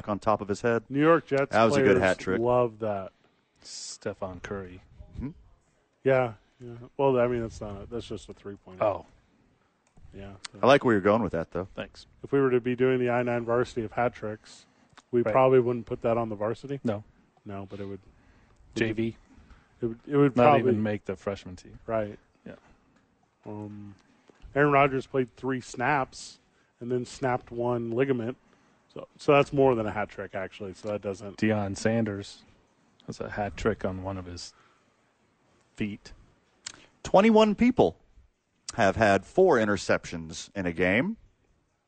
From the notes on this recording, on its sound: live from THE Albuquerque Dukes Store